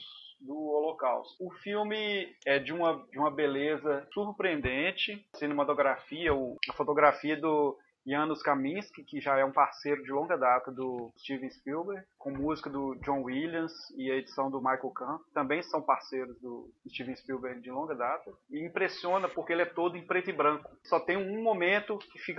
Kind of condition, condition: fault, poor sound quality